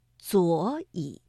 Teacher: 第一个左和乙这个赏声字相连，所以读二四调